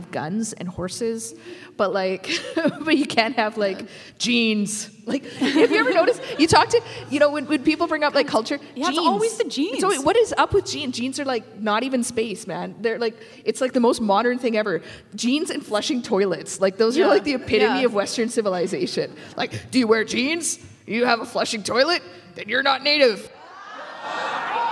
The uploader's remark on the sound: Métis In Space Live at the UBC Sty-Wet-Tan Great Hall. A LiveStudioAudience.